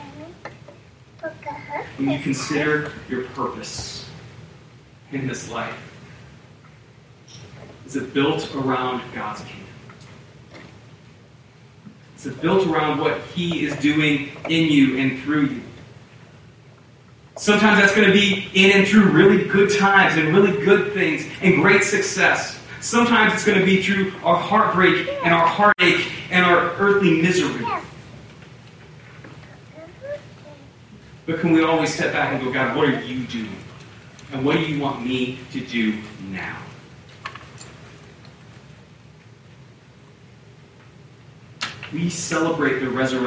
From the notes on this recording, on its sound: We apologize for the audio issues. Due to technical difficulties we were only able to offer the audio from the room.